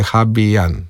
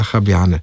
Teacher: Naglas na prvem zlogu. · Shown in: first take · Medtem, ko pri nas imamo pa Habijane.